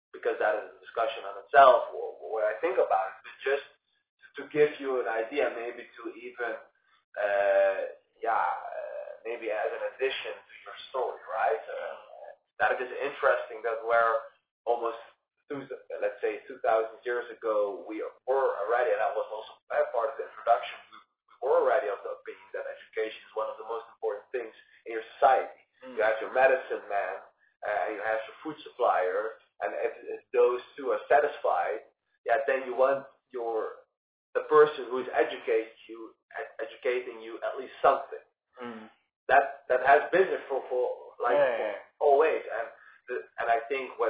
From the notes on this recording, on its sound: (audio issues). Despite our audio issues.